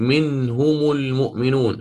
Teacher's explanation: هذه نون ساكنة سكون صحيح، فحينها الهاء والميم تضمان